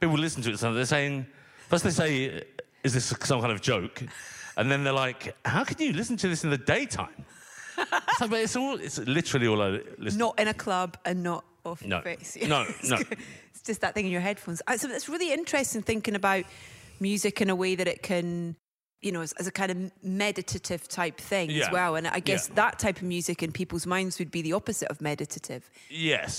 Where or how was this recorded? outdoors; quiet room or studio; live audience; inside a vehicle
live audience